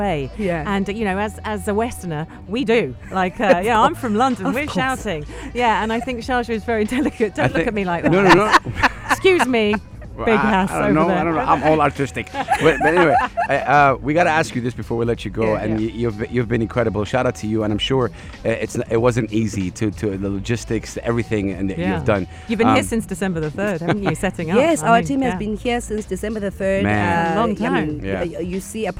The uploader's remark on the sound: Are out and about at "Al Majaz Waterfront" broadcasting Yalla Home Live and having guests throughout their show.